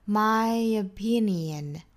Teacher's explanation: 那他们中间的这个小小的耶呢，其实是由元音加元音连读带出来的一个小小的耶。我们说到元音加元音连读呢，其实是有三种加音的情况。我们经常讲加耶、加窝和加 r，这里面是加耶。什么时候加耶呢？我们来看，其实它前面的一个元音的尾部是